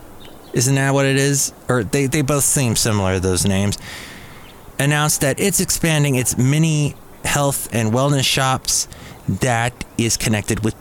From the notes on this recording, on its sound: podcasts live from Café Anyway